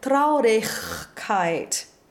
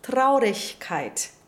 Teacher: The sticking point in this combination is to make sure that you don't accidentally pull the C-Cedilla back to a phonetic X sound like Ach · Shown in: second take · because you're anticipating the G or K sound in the back, So we don't want Traurigkeit.